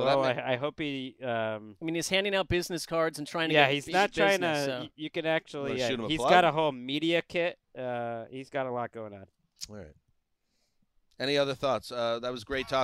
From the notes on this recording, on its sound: live from Oxnard, California for Cowboys Training Camp